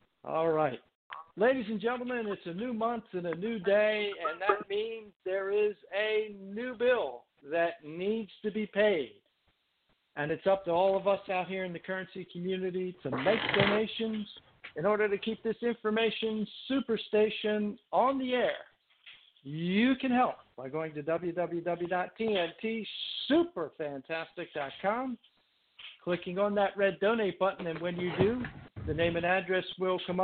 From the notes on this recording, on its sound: TNTSuperfantastic Conference Call